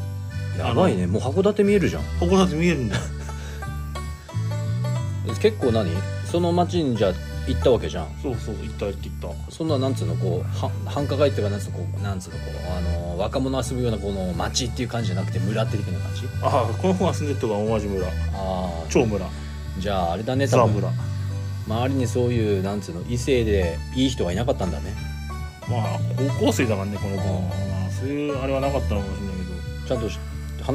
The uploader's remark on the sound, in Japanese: 雨の中の収録となった今回